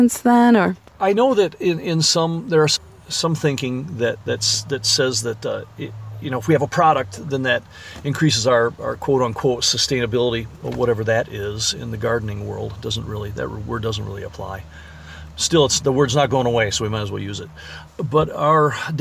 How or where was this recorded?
inside a vehicle